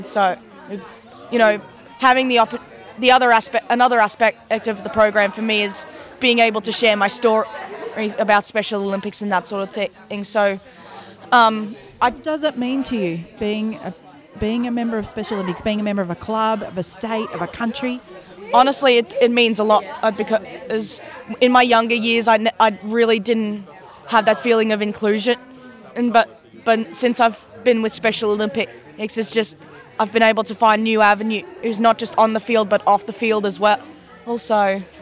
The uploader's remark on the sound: On an excursion to the Special Olympics Victorian State Games with her roving podcast mic. Went on an excursion to the Special Olympics Victorian State Games with her roving podcast mic.